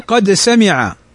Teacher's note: مثل قد سمع عدد، قد سمع الأول ساكن والثاني متحرك، قد سمع الدال ساكنة، فالدال والسين متقاربة في المخرج، إذ مخرج الدال والسين طرف اللسان. فالدال تخرج من طرف اللسان مع أصول الثنايا العليا، وأما السين فتخرج من طرف اللسان مع ما بين الأسنان العليا والسفلى.